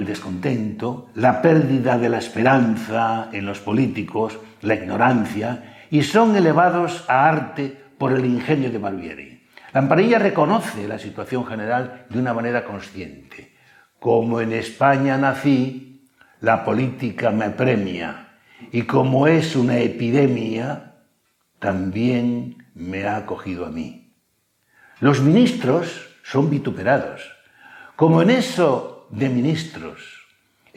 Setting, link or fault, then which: setting, large echoing room